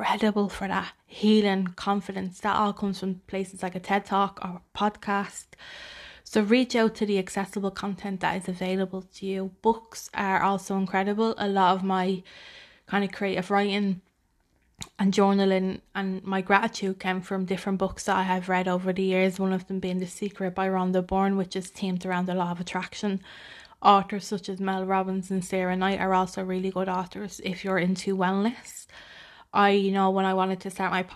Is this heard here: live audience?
no